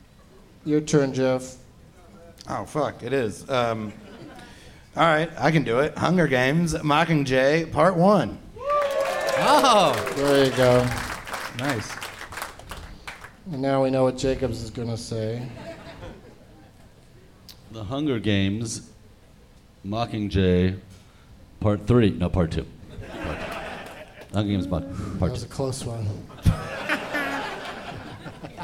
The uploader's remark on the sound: Live from Cobb's Comedy Club in San Francisco.